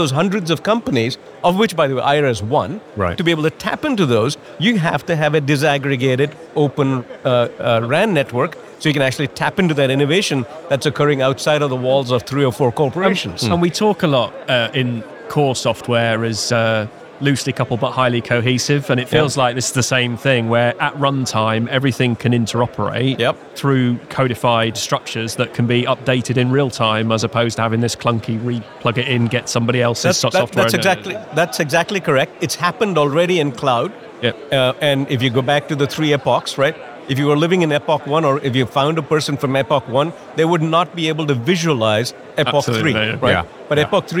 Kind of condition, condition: setting, busy venue